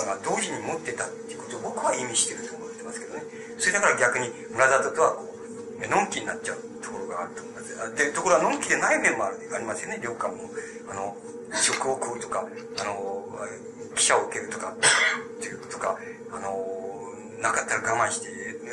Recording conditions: background noise